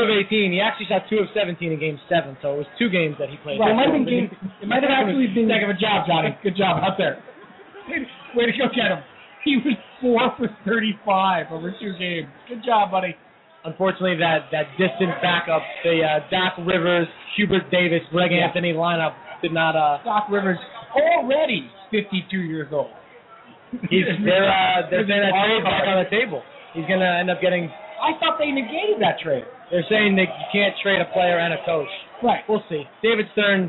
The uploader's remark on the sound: LIVE at Blue Haven in NYC. With Game 7 of the NBA Finals in the backdrop.